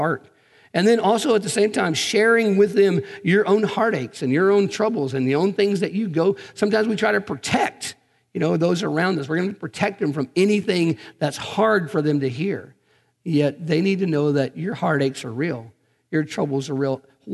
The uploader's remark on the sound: Recorded on January 5, 2020 at Graceland Baptist Church in New Albany, Indiana.